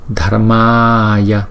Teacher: Rồi chữ Ma là chúng ta kéo dài hai nhịp